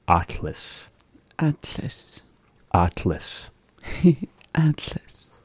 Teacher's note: making this really big open ah vowel and bringing the tongue up towards the behind the two front teeth, saying it.